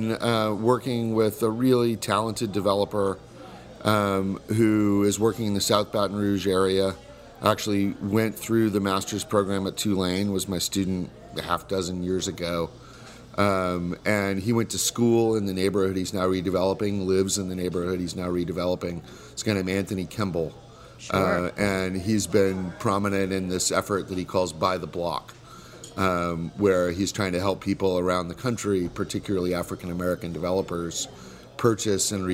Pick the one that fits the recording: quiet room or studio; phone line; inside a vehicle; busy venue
busy venue